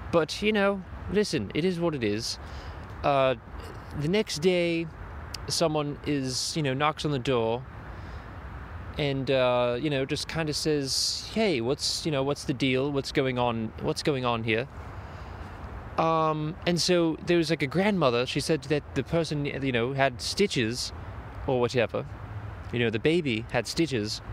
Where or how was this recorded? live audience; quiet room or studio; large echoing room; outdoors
outdoors